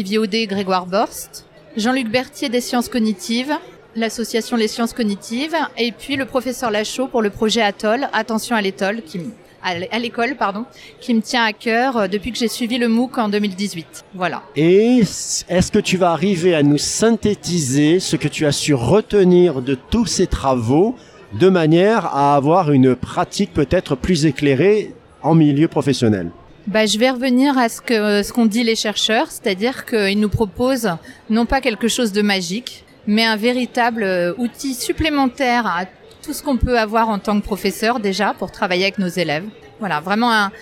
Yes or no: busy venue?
yes